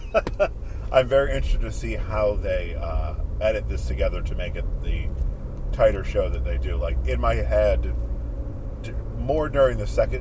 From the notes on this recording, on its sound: As they drive to Brooklyn. Road Trip to BAM.